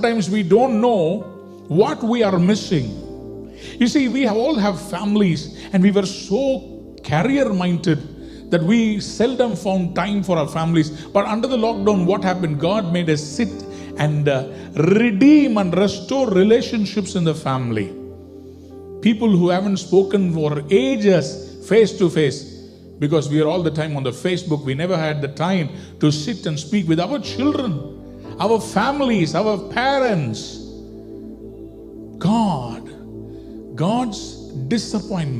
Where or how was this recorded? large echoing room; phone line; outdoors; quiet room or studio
large echoing room